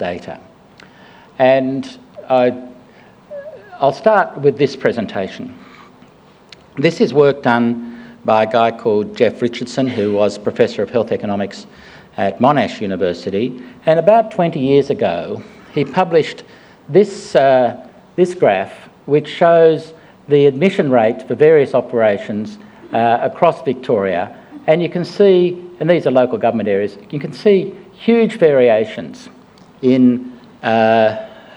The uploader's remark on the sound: Melbourne. In this Policy Pitch event, a panel of experts discussed how to improve the soundness, relevance, accessibility and understanding of health data.